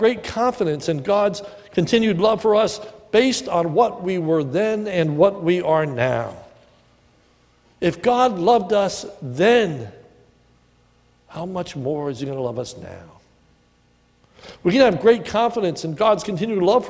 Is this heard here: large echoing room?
yes